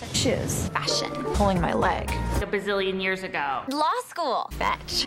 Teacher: Something called vocal fry that is creeping into the speech patterns of young women.